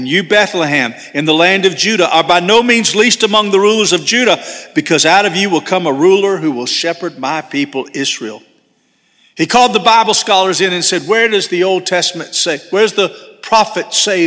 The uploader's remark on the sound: First Baptist Church Hendersonville, NC.